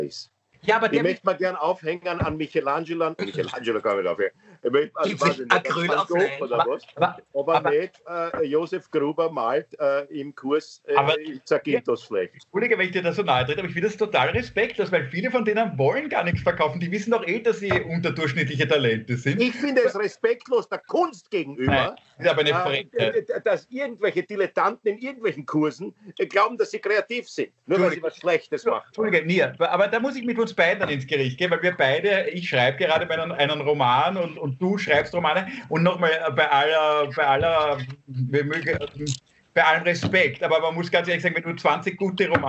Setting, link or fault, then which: link, video call